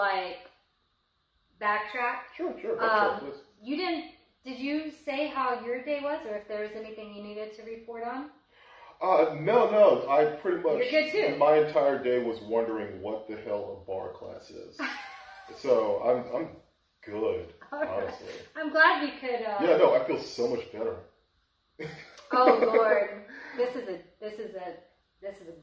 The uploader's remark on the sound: All of which was done under the watchful eye of our podcast overlord, the air conditioner! Apologies in advance for the audio. The podcast gods were unkind.